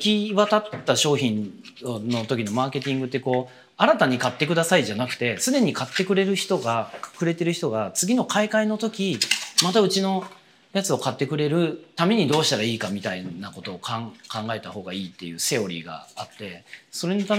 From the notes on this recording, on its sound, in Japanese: 今回、 高島屋史料館TOKYO にて行われていた モールの想像力展 の撤収作業を行いながら収録しています。録音機器 がすごい。収録しながら掃除機かけても行けるか？